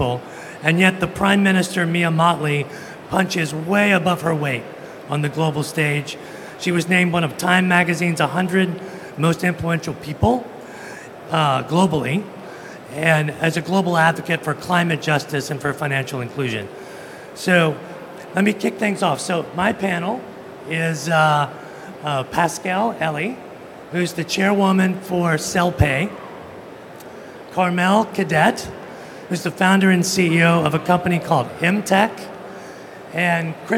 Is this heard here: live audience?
yes